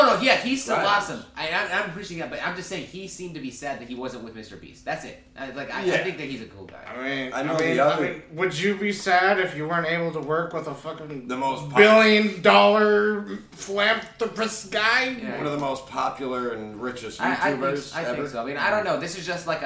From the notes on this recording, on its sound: This is actually the first episode where we are all together!! If the mic doesnt sound the best we do apologize.